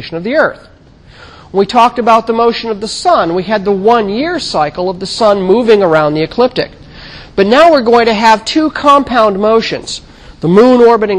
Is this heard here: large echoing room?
yes